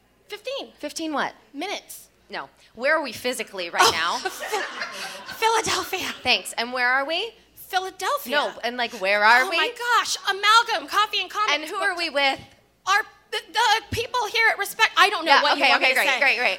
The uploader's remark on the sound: LIVE! from Respect: Women's Podcast Festival!